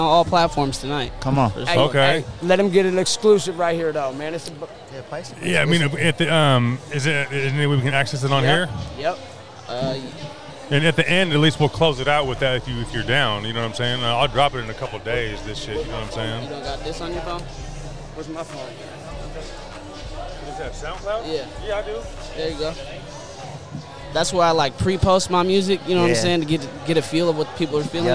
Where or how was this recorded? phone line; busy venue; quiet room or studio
busy venue